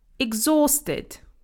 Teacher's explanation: We don't pronounce the letter H. It's silent